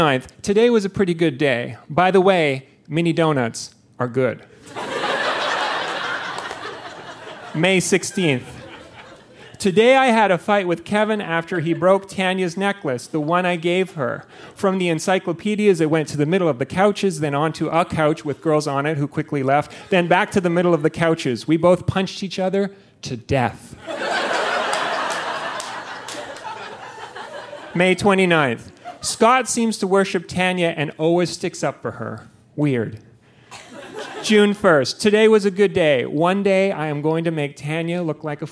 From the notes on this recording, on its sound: Recorded live at the Tranzac Club in Toronto.